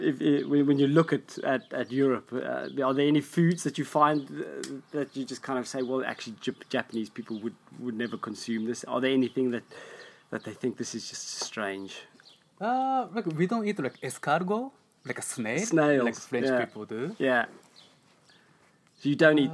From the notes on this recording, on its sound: If you hear any noises in the background that is just the fire crackling!